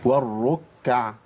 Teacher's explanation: والركع راء مشدده وبعديها كاف مشدده سهل قوي ان انا اخفف التشديد ليه لان عندي مشددين ورا